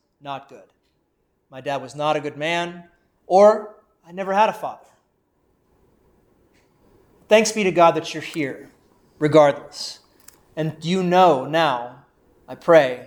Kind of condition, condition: setting, large echoing room